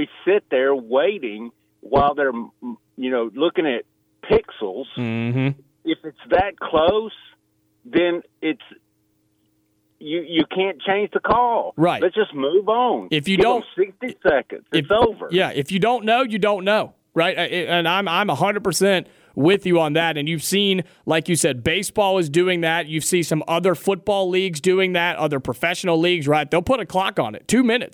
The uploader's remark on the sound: joins the show on the phones